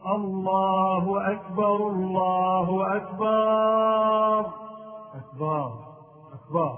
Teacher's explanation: بعض المؤذنين هداهم الله يزيد ألفا بعد الباء في لفظ أكبر فيقول الله أكبر الله أكبر أكبر أكبر، وهذا خطأ، لأن أكبر جمع كبر وهو الكبر. · Term: زيادة ألف بعد الباء